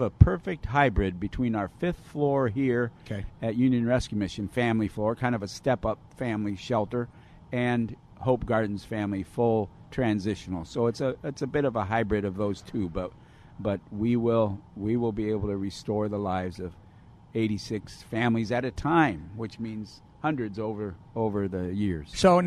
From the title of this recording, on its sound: Live From Union Rescue Mission